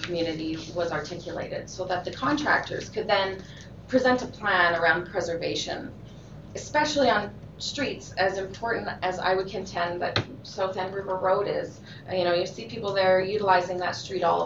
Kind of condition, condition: setting, large echoing room